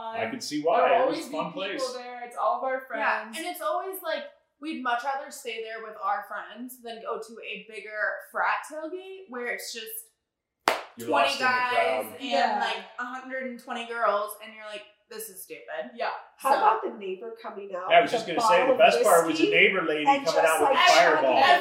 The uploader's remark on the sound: Salt Lake City, UT. We decide to put some new cameras to use and actually shoot a pod with her roommate. The mic quality on the cameras wasn't the best.